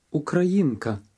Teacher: The trilled or flapped R that is in the middle of this word is common in many world languages, but not in English.